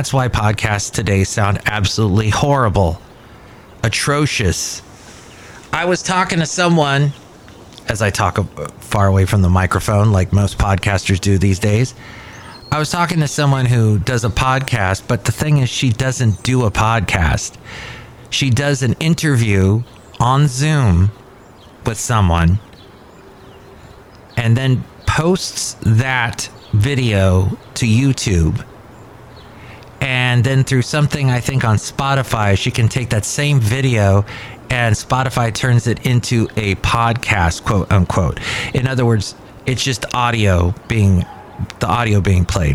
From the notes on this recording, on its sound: podcasts live from Café Anyway